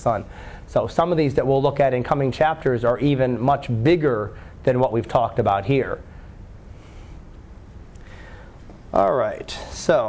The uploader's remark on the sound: Live Class Lecture